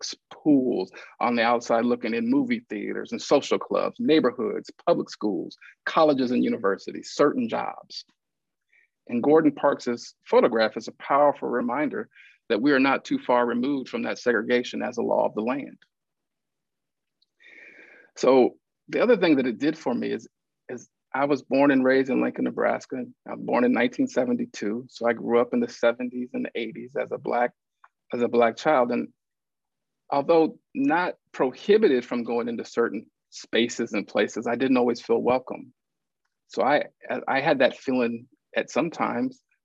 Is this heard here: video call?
yes